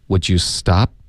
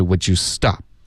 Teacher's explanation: 注意这是一个疑问句，在我们的重音音节呢应该是往上飘的 · Shown in: first take